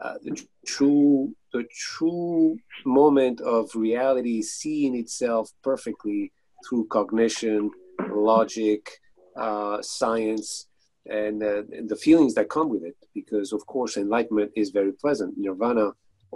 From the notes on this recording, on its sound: From 6-27-2020 Zoom meeting. Thanks for listening and enjoying the four parts making up the Zoom meeting session.